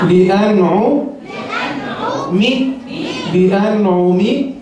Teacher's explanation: نون ساكنة مظهرة قبل العين المضمومة